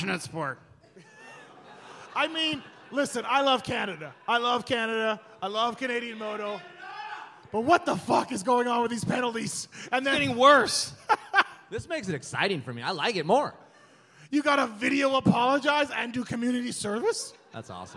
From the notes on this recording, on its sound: This is the LIVE podcast show from the Alberta Rose Theater in Portland, OR